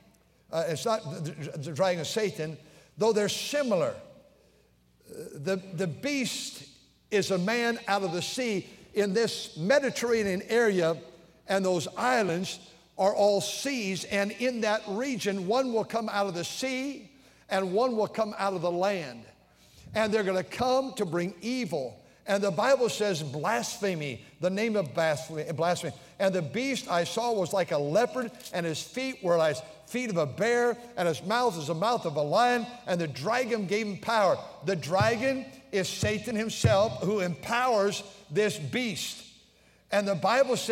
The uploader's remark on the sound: during the Wednesday Evening service on September 13, 2023, at North Valley Baptist Church in Santa Clara, California